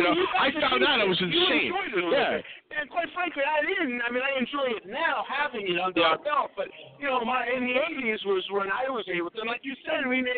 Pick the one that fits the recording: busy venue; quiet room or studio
busy venue